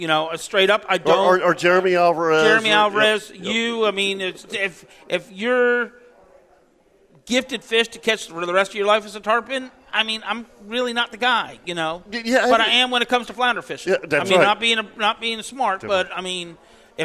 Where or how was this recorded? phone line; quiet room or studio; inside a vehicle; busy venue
busy venue